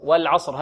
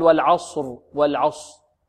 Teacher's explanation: الصاد عندما نفخمها لا نضم شفتينا في الصاد · Shown in: first take